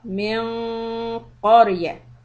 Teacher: the ikhfa on noon will be heavy